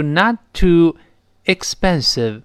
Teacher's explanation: not 和 too 放在一块儿 not 的 t 失去爆破了